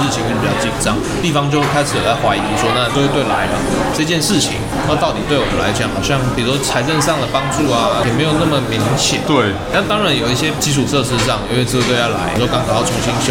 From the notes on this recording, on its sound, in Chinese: 本集白噪音指數：暴風級 5/5。錄音地點： Supranormal Bakery Cafe 赤峰店。